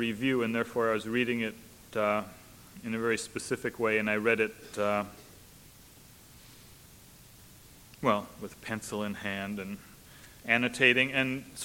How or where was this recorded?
large echoing room